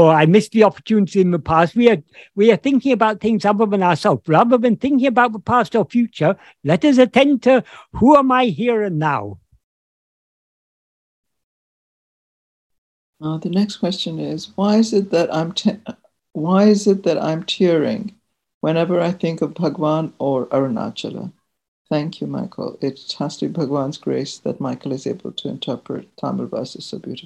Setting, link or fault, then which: link, video call